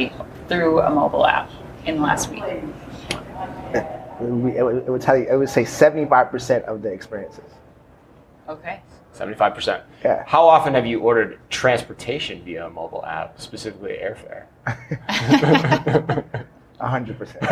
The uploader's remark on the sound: Live from Groceryshop